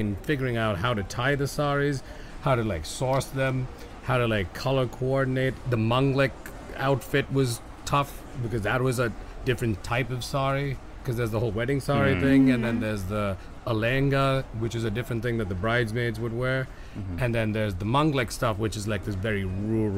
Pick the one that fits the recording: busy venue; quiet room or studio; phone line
busy venue